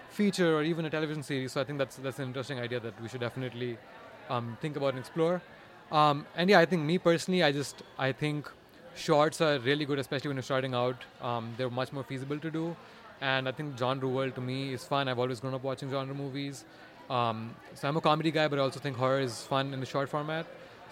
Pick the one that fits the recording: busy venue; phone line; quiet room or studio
busy venue